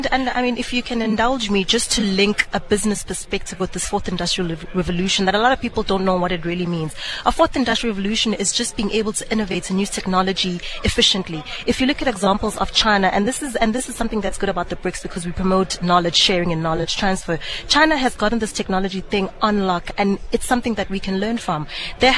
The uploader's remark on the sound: We broadcast live from the Sandton where we spoke to variouys role players and analysts.